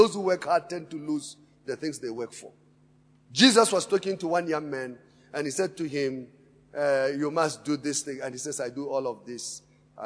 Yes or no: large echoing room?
yes